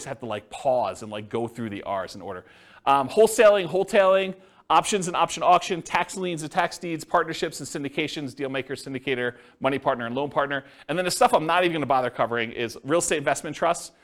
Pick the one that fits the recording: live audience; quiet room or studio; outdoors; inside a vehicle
live audience